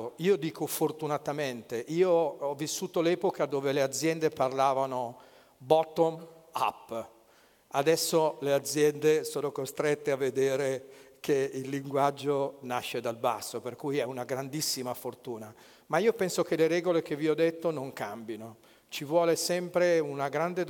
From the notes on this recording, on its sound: TEDxLegnano. This talk was given at a TEDx event using the TED conference format but independently organized by a local community.